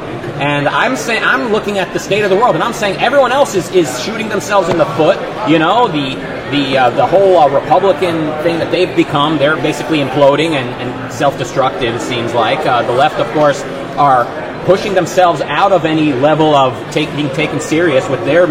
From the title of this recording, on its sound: Live From OCON 2022